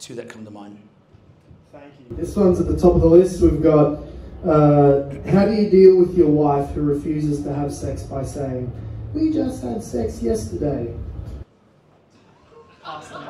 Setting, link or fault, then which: setting, live audience